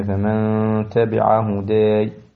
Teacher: ذلك أيضا لاحظ ثانية فمن تبع هداي هذا هون إخفاء النون ساكنة في التاء مع الغنة